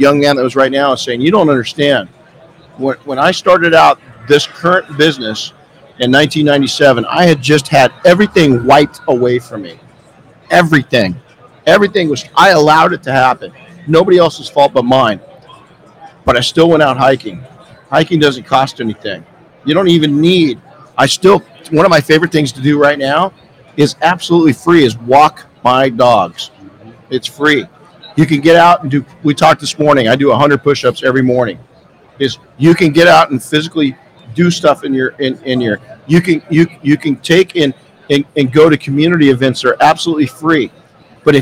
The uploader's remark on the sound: Live from Mobile Tech Expo. Our Saturday morning live session was full of heavy hitting entrepreneurs...